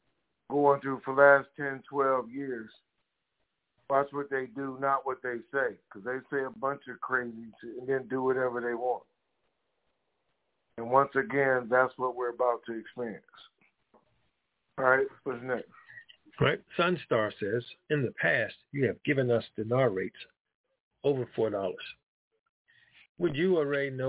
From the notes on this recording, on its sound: TNTSuperfantastic Conference Call